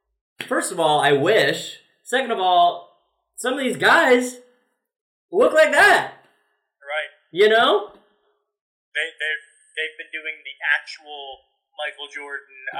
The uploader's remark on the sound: This episode's audio is a little funky.